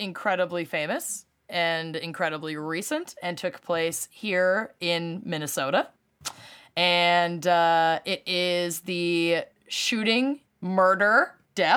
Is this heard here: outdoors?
no